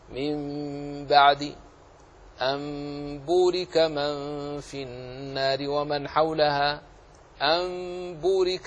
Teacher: إن جاءت بعدها الباء حكمها الإقلاب، تقلب إلى ميم ساكنة ثم تخفى هذه الميم في الباء